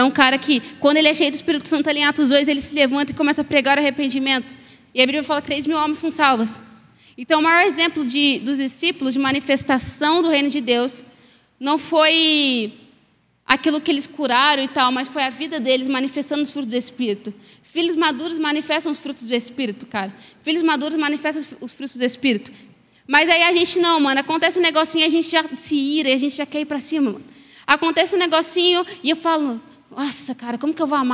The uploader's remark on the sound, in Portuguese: Mensagem ministrada ao vivo